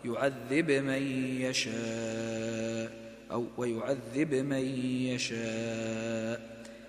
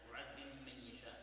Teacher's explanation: فالإدغام يكون مع الغنة · Shown in: second take